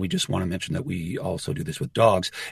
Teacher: I let you know with that quick vocal drop that I'm just tucking this idea into a larger idea